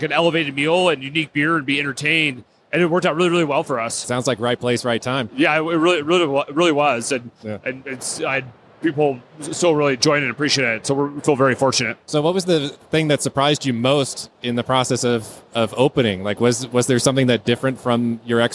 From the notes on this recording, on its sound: Recorded on location at The Great American Beer Festival 2017 - Denver, CO